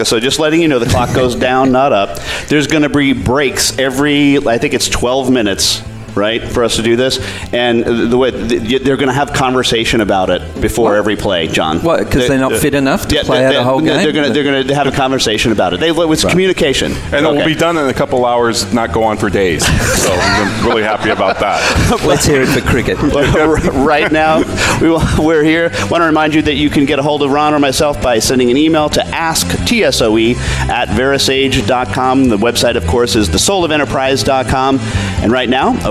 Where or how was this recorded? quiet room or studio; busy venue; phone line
busy venue